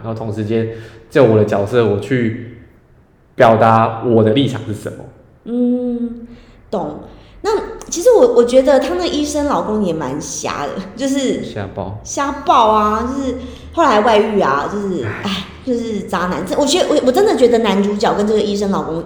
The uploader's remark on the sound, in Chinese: 我現在上架才發現錄的時候回音有點重。